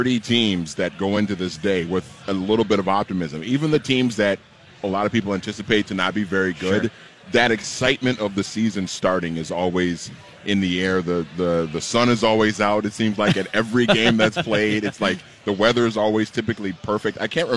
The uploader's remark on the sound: LIVE from Kieran's Irish Pub